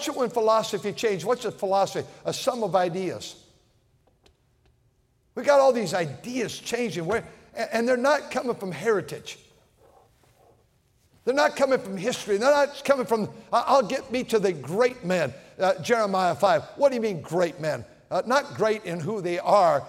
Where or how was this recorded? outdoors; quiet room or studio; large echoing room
large echoing room